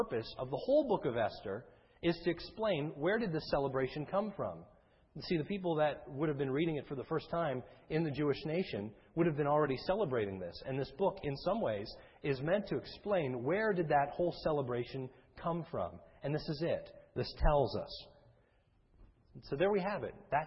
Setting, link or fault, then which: setting, large echoing room